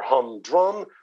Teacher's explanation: The emphasis, of course, on the first syllable. · Term: syllabic emphasis